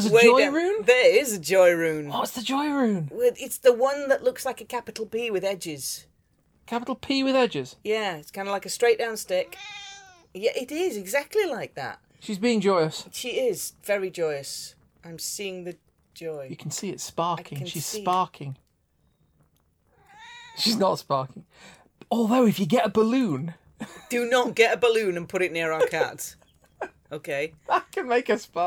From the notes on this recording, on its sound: Background fire ambience